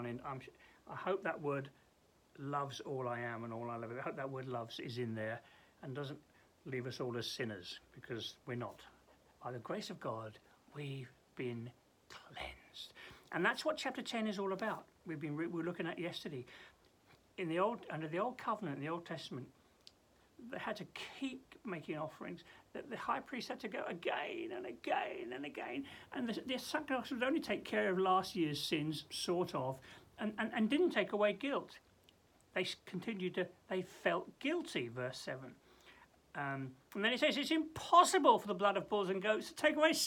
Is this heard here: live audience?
no